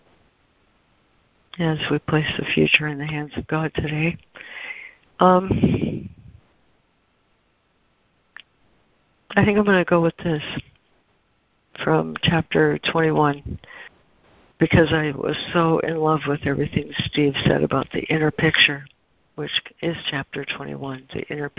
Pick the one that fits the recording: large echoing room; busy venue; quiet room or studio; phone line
phone line